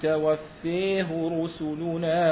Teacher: بالتذكير توفيه مع إضجاع